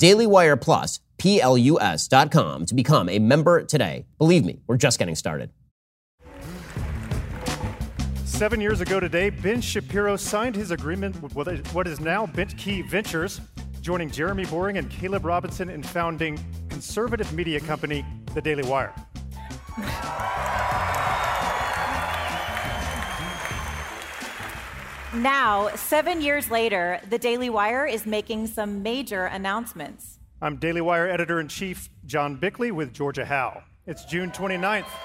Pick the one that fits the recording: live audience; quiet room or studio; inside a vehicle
live audience